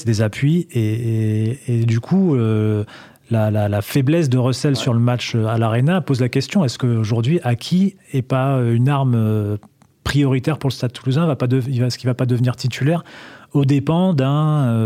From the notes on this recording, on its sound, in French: Par téléphone. À L'Équipe (Boulogne-Billancourt).